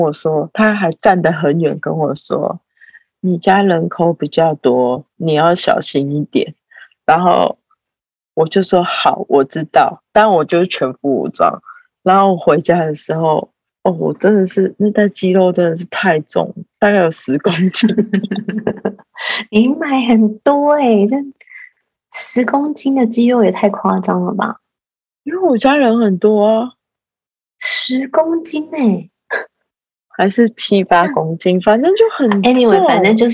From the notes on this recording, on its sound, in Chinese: 線上錄音again我們依舊趁著孩子睡去後躲在黑漆漆的房間裡